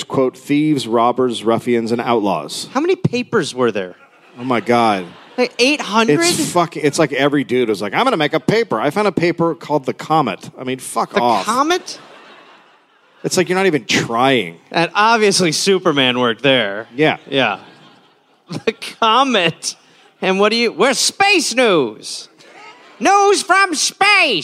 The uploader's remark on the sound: Recorded live in Nashville.